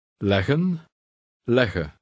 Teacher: Read word 9 twice, with and then without the final N. Note that you pronounce only one G.